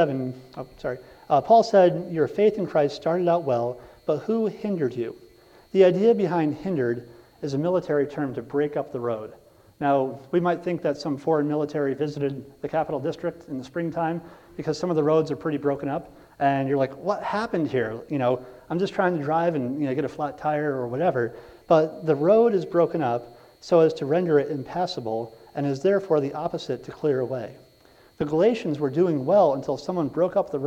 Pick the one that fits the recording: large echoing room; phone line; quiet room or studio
large echoing room